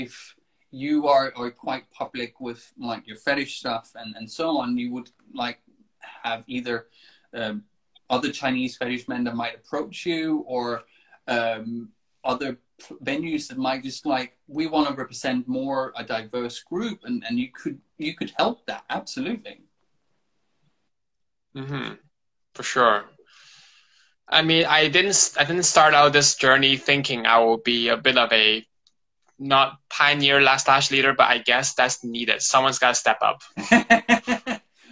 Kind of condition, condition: link, video call